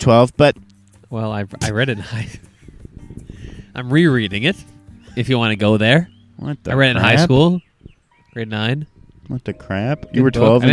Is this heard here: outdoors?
yes